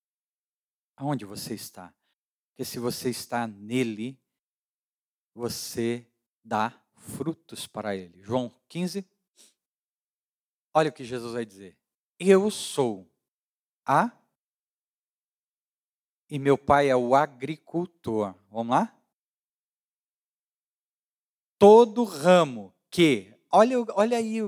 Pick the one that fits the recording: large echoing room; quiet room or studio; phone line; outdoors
large echoing room